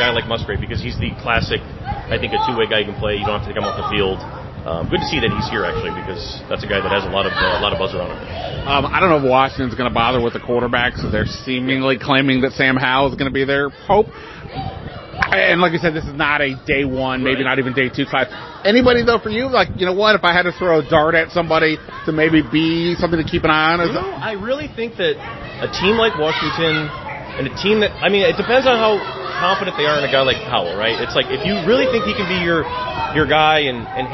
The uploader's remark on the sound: Live from the Senior Bowl